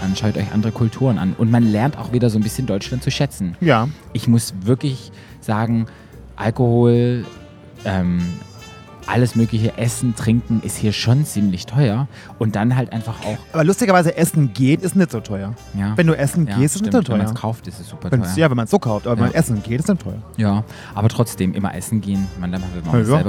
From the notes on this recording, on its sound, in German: Wir berichten live aus dem Backstagebereich der Bushwig New York, einem der größten Dragfestivals der Welt.